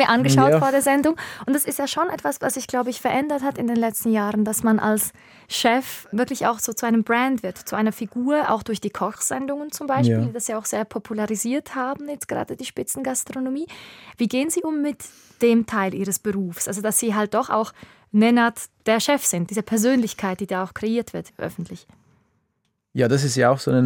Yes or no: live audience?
no